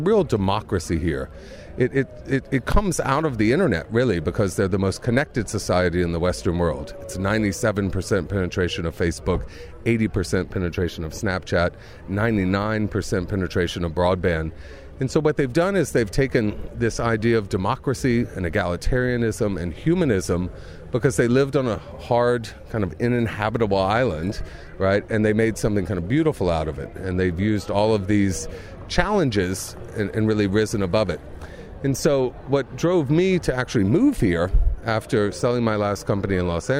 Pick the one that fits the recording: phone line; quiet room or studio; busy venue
busy venue